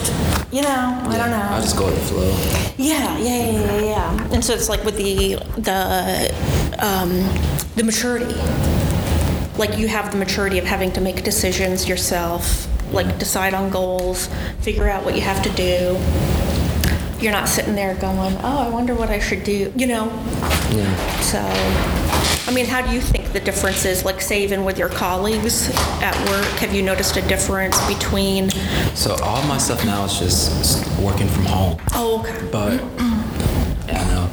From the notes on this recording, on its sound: Live from the 2019 TRIO Fall Conference